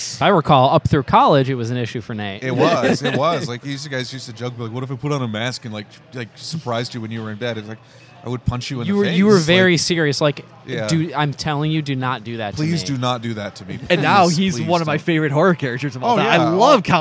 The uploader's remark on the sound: This episode was recorded at Dave and Adams' Card World for their Halloween Comic Day.